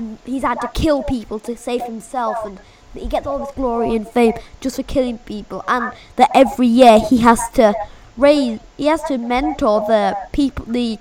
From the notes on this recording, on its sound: Sorry for the echo.